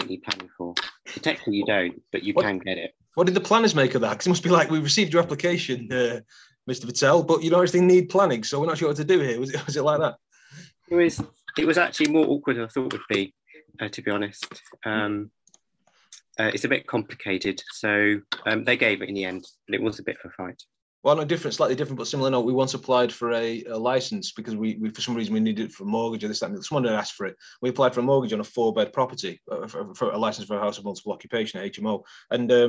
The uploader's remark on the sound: This episode was recorded at our Cuppa Coffee online meeting, the most popular property meeting in Manchester!